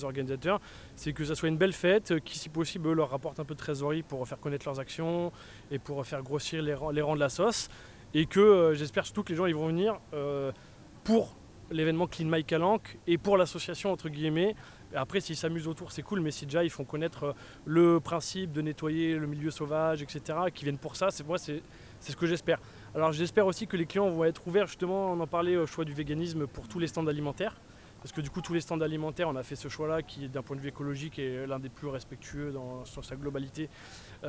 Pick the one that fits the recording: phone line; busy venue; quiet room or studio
busy venue